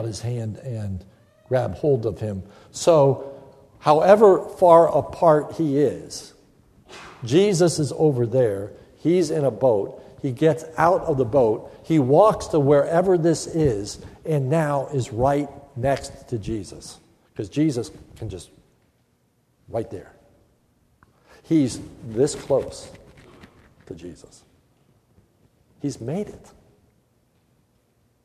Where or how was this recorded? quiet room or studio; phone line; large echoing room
large echoing room